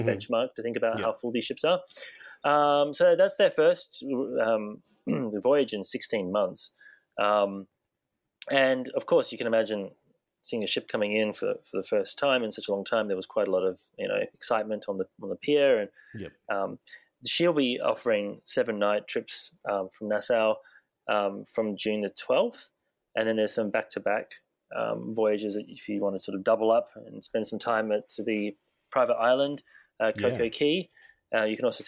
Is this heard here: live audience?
no